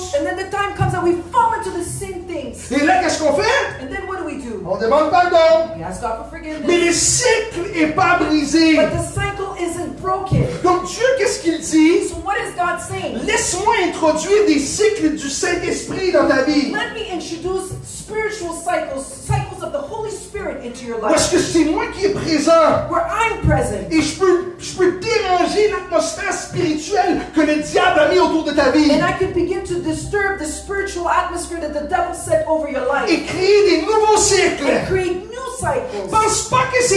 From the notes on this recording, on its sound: Sunday morning live at the Hub